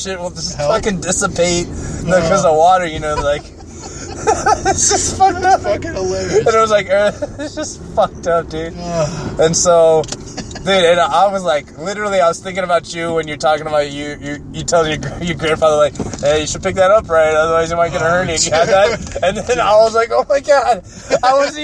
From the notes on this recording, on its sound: Record a series of Pshort Pshows while driving all over the city.